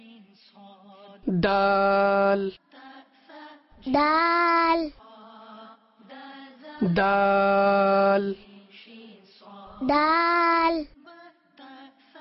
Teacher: আরবি ভাষায় ডালের উচ্চারণের পদ্ধতি জিহ্বার অগ্রভাগ এবং উপরের দাঁতের গোড়া থেকে ডাল উচ্চারিত হয়